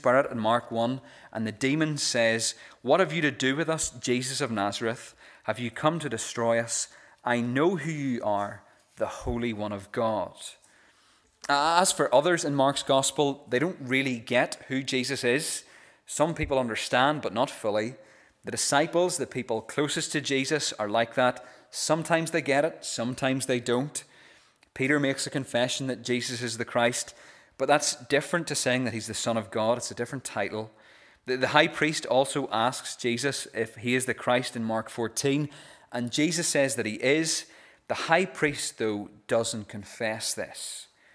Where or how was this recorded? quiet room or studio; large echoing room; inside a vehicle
large echoing room